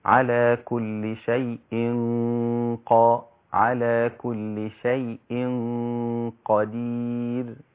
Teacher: أنا بفخم الغنة مش بفخم الحرف بعد الغنة · Term: تفخيم الغنة